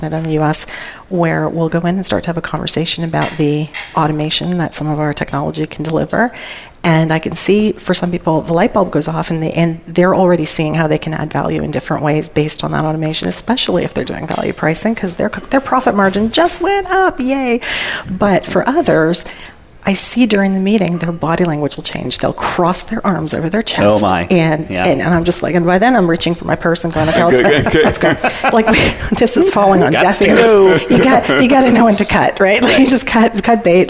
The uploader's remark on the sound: Live Broadcast at the The IPBC IGNITE Conference.